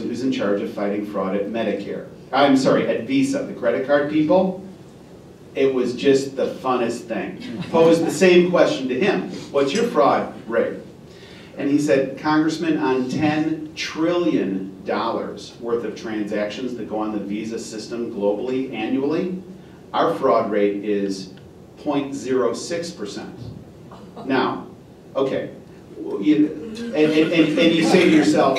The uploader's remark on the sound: WWASHINGTON, DC. The Ripon Society hosted a breakfast discussion.